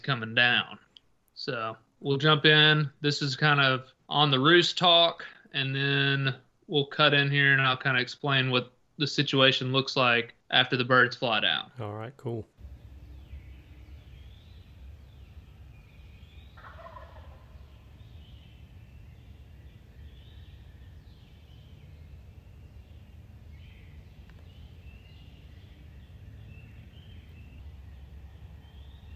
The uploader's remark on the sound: share the audio of the hunt from his second turkey in Tennessee